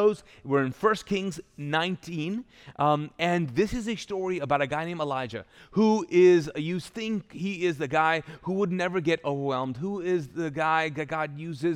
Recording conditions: large echoing room